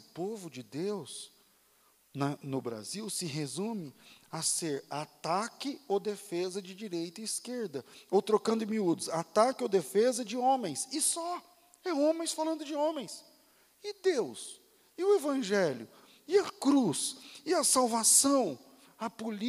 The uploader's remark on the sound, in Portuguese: Culto ao vivo